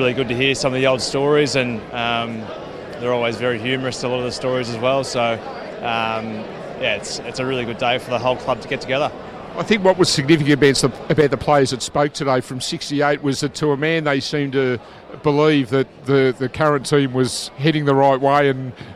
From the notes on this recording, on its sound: Speak to several Blues greats from the Carlton Hall of Fame and 1968 Premiership Reunion event at Etihad Stadium.